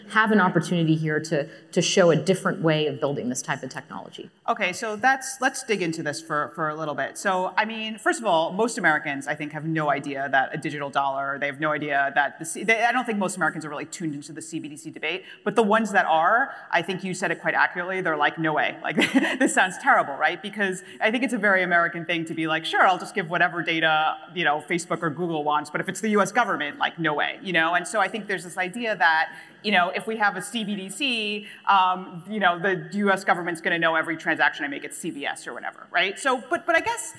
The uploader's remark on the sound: A Consensus 2022 panel from Austin, Texas